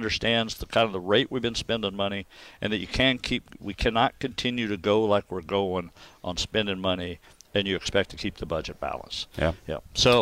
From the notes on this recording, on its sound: Live from Jefferson City's Capitol Rotunda.